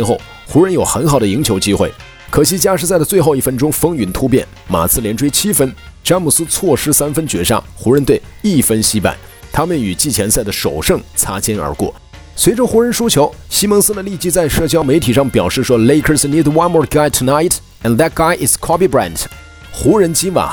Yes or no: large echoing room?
no